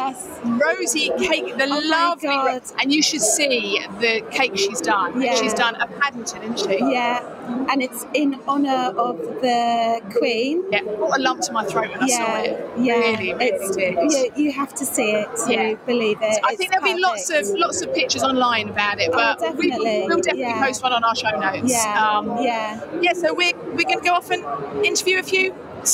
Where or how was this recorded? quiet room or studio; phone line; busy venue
busy venue